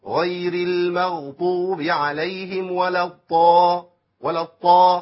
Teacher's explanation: مشهور في مصر ابدال الضاد بطاء